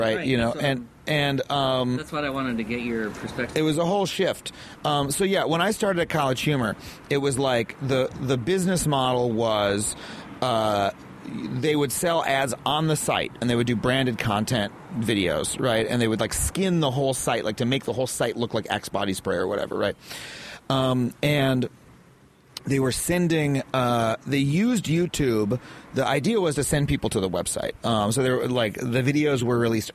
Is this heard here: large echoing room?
no